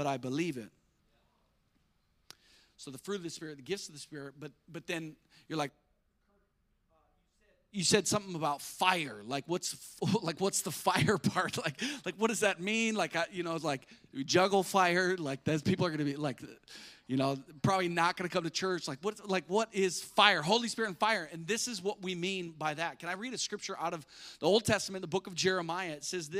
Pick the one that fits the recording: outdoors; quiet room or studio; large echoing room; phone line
large echoing room